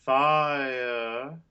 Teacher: A little smoothing can happen in that triphthong. So yes, we do have all three sounds, but you sort of meld them together a bit.